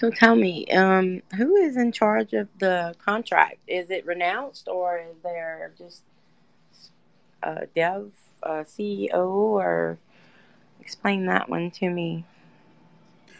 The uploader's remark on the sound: recorded on Twitter Spaces